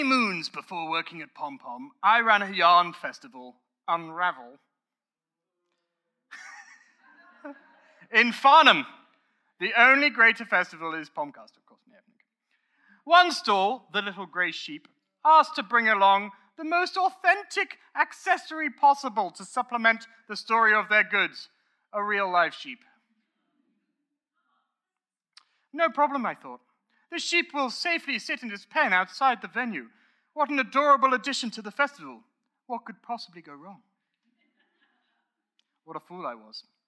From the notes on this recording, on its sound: Recorded live at Pomfest, it's an extra special Pomcast! It's like you were in the audience too!